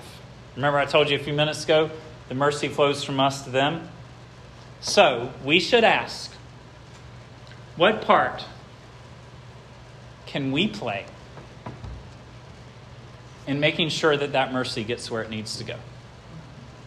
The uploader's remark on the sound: This sermon was preached at Hope Fellowship